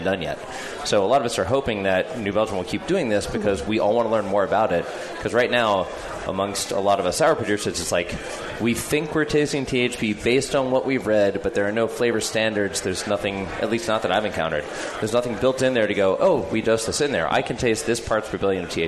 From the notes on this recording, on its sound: The Sour Hour broadcasts live from The Hop Grenade Taproom in Fort Collins, Colorado!